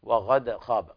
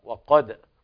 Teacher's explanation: حرف قد هذا القاف تفخم ولا تقلب إلى حرف آخر · Shown in: second take · يعني لا تقلب إلى غين كما يقرأ بعض الناس في خطأ بسبب أخطاء في اللهجات.